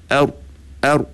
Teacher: lidah kita tu menampan di bahagian langit-langit depan tu, menyebabkan laluan suara tu tak telus orang kata. Dia tak terus keluar, dia tertampan sekejap.